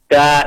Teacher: Tapi dalam makhrajnya Arab, da itu ada di ujung kepala lidah